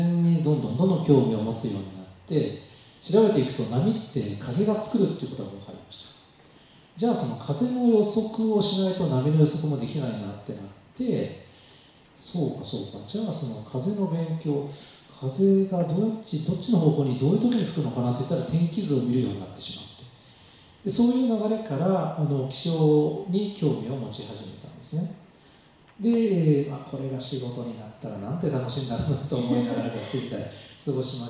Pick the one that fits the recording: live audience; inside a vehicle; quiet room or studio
live audience